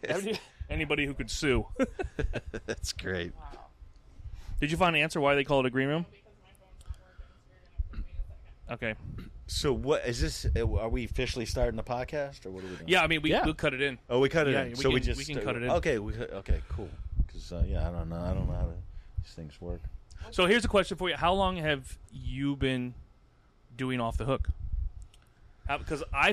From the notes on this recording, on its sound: Recorded and shot on location at OFF THE HOOK COMEDY CLUB in Naples, Florida. The Pilot episode of this new podcast was recorded and shot on location at OFF THE HOOK COMEDY CLUB in Naples, Florida.